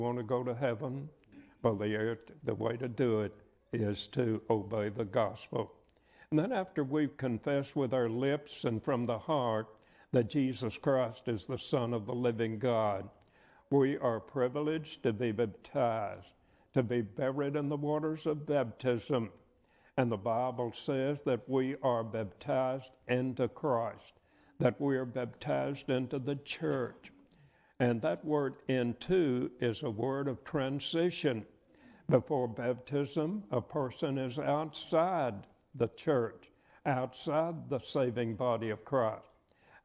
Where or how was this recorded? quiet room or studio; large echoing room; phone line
large echoing room